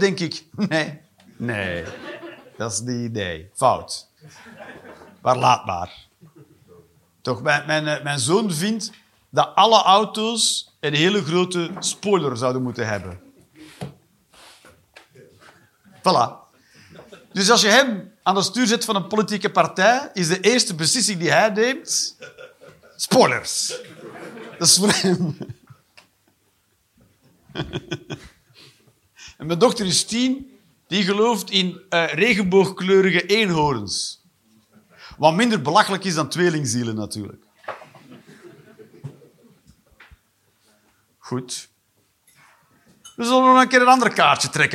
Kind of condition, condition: setting, live audience